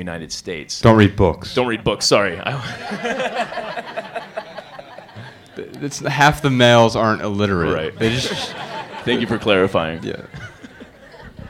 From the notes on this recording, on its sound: Answer questions in front of a sold-out crowd in their hometown, Dayton, Ohio.